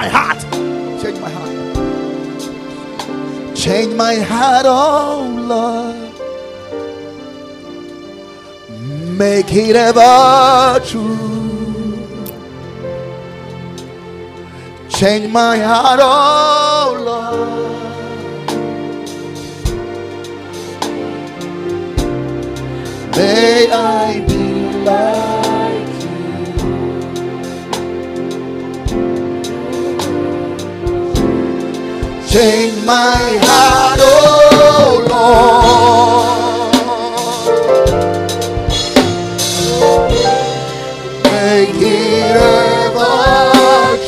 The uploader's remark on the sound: Preached at Ekklesia Chapel